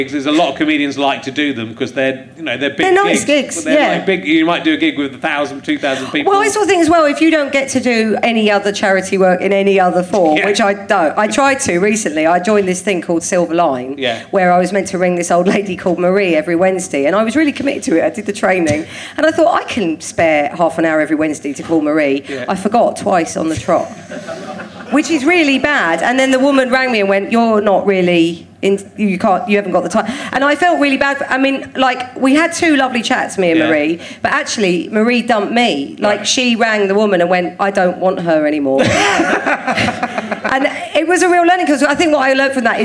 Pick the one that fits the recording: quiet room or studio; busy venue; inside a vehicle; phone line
busy venue